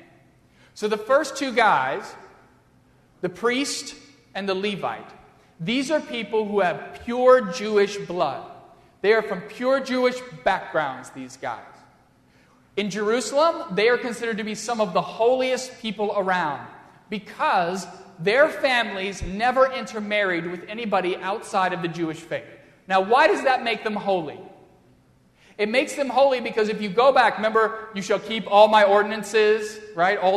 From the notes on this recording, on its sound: during the Crossroads service (9:30 am) on Sunday May 15, 2016, at First Presbyterian Church of Arlington Heights, Illinois.